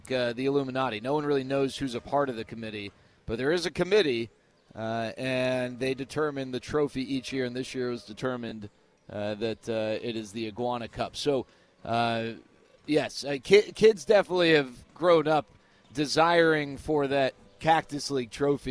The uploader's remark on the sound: live from Spring Training